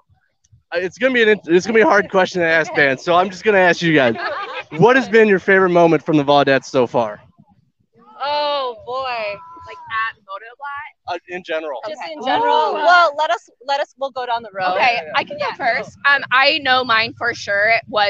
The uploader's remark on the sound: SCR Live at Motoblot